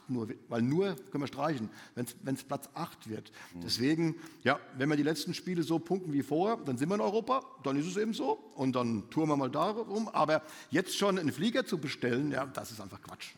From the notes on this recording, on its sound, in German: im Live-Bühnentalk auf der FANOMICS Konferenz im April 2023